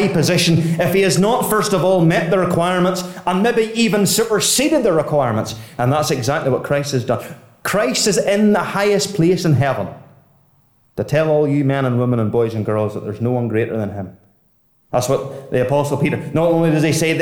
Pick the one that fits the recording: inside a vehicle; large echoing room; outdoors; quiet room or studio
large echoing room